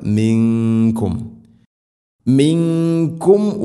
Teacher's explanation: ഇഖ്ഫാവും ബിഗുന്ന അവ്യക്തമാക്കി മണിക്കണം